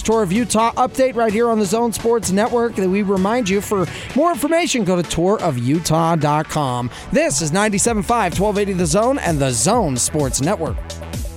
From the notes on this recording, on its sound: LIVE at The Warehouse